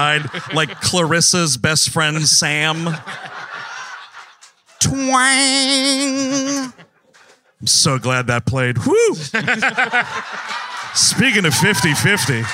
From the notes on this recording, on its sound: Live in New Brunswick, NJ. Recorded 6.15.23 at the State Theatre NJ in New Brunswick, NJ. The gang was in Jersey doing the first-ever official WM live episode.